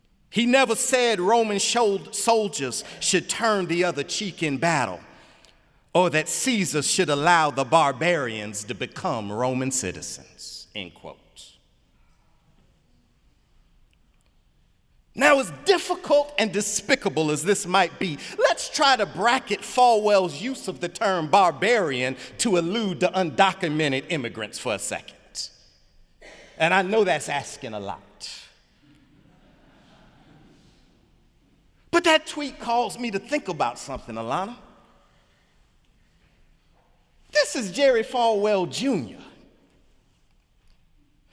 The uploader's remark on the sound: Sunday sermon January 28, 2018 in the Memorial Church of Harvard University